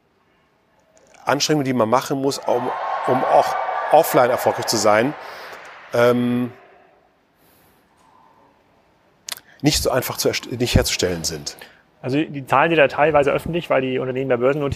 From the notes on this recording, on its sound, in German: K#Spezial live vom POL. Im Rahmen des Pioneers of Lifestyle Summit.